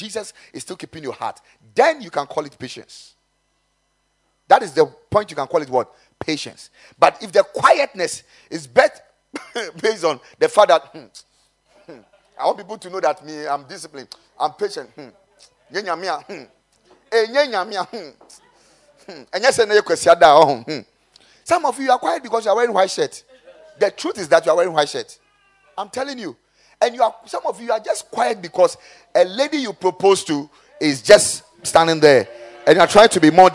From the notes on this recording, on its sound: Preached at the Kingdom Sight Service